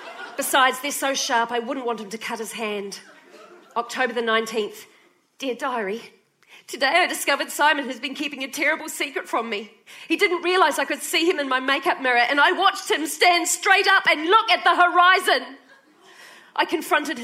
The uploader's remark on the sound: when she performed on A Rational Fear in 2019 at the Adelaide Cabaret Festival